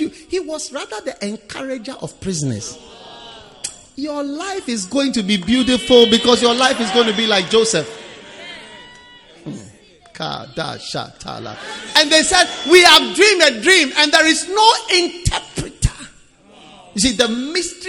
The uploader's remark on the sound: Preached at the Prophetic Encounter Service.